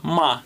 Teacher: И четвертый тон — это ма. Это тон приказа. То есть резко. Да, сверху вниз, да.